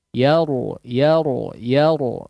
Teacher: Huruf ra ditebalkan. Jangan sekedar cuman bunyi r saja.